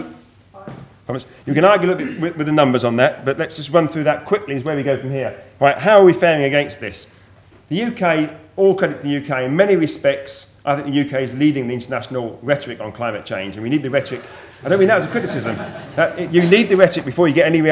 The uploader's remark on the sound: Keynote address from session 10 of the 4 Degrees international climate conference